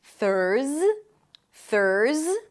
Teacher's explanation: stick the tongue out for the TH. It's a voiceless TH, and then pull it in for the R. Make sure the tongue doesn't touch anything on the way in and elongate the R a little bit.